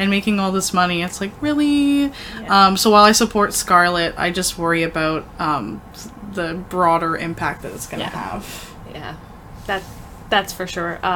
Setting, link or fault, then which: fault, background noise